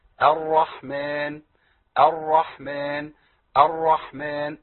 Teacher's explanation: اي راء مشدده بضم دي عندي مفخمه على طول في حفظ فهنا الراء مفخمه عند كل القراء